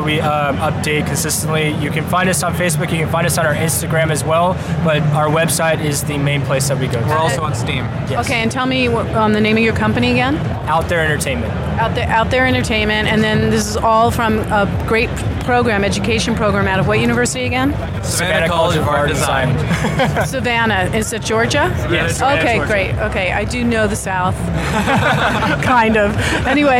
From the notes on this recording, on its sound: Live From The Show Floor of VRLA 2018.